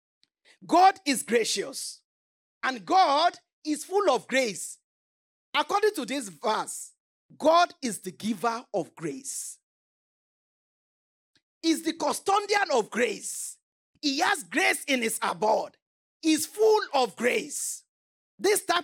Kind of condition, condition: setting, large echoing room